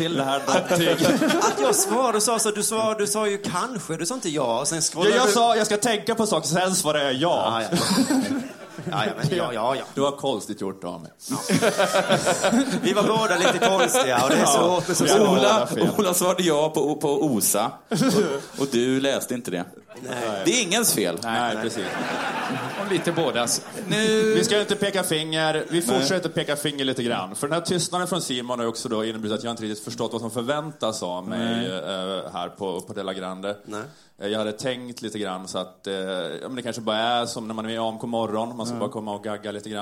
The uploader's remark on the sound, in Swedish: Här kommer resten av kvällen från Scalateatern, som spelades in live, den 19e oktober!